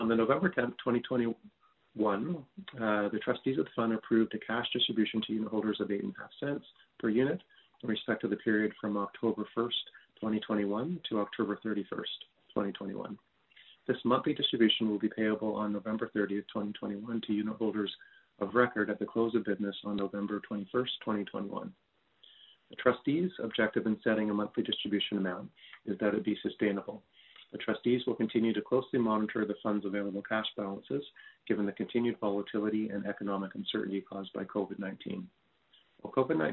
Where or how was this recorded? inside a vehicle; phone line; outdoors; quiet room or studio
phone line